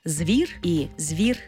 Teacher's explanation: ці свистячі «з», «ц», «с», «дз» перед напівм'якими губними «б», «п», «в», «м», «ф» можуть вимовлятися і твердо, і м'яко · Term: варіантна вимова